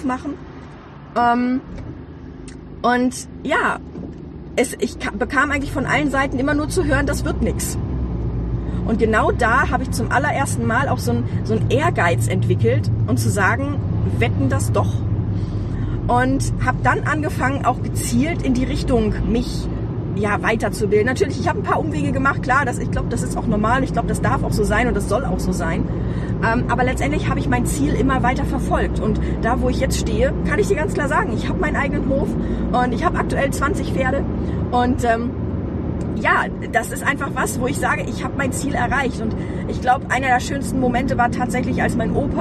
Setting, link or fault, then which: setting, inside a vehicle